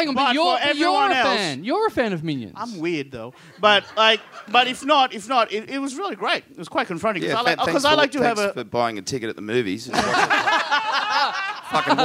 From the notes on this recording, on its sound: Recorded LIVE at The Roxbury Hotel in Sydney on Sunday November 22, 2015.